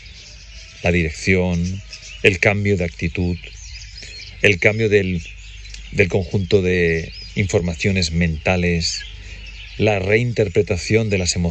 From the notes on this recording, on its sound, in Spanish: Este episodio fue grabado durante un paseo reflexivo y contemplativo en la Naturaleza